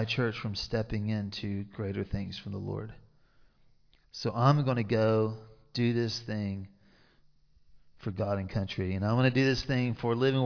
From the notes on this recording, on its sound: Recorded live in Liberty Church on 5 March 2023